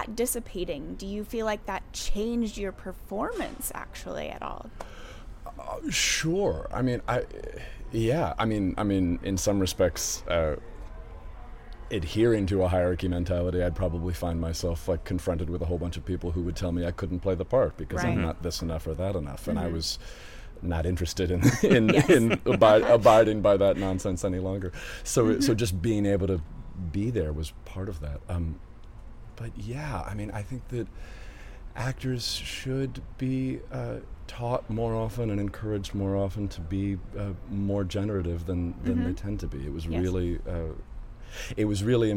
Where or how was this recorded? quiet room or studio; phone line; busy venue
busy venue